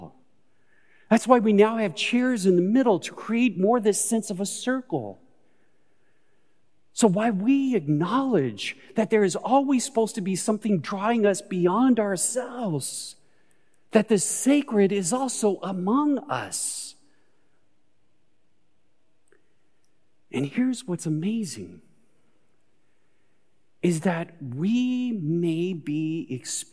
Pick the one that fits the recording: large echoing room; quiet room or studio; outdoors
large echoing room